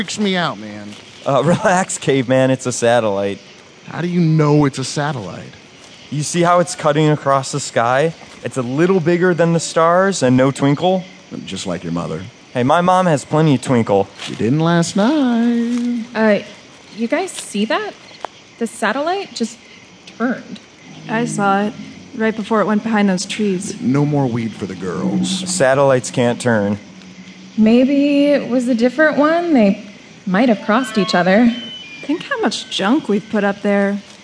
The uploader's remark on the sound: Format: Original Recording. Stage a second season of Tales before a live audience at the performance venue Dixon Place in downtown New York City.